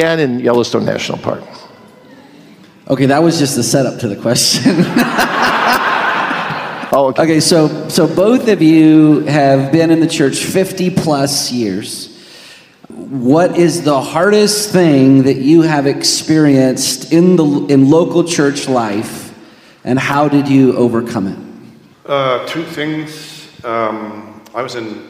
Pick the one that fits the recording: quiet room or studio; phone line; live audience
live audience